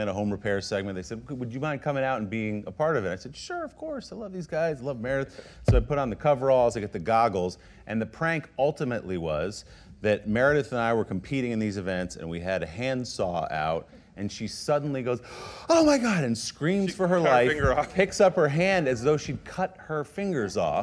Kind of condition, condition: setting, live audience